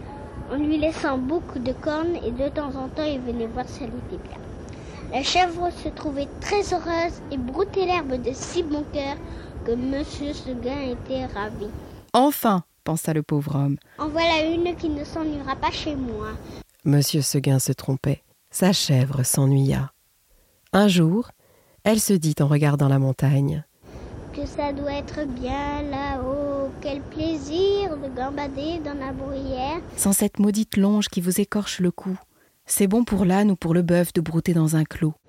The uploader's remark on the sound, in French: Me voici à la fontaine de mon enfance, grâce à la magie de la technique, avec un enregistrement d'hier et un enregistrement d'aujourd'hui !